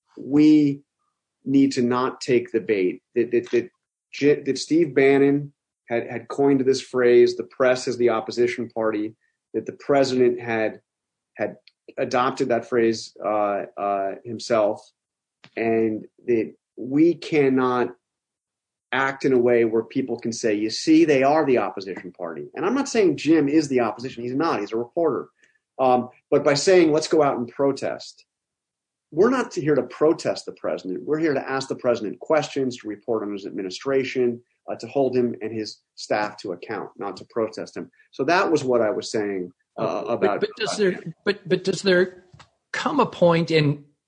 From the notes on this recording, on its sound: a special live Zoom edition